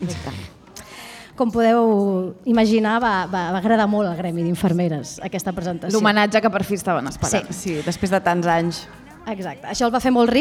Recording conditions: busy venue